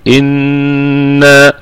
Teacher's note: قالوا إنا معكم، الهمزة في إنا همزة أصلية تثبت على أي حال في البدء والوصل، والنون حرف غنة كما بينا من قبل في أعلى درجات الغنة في الدرجة الأولى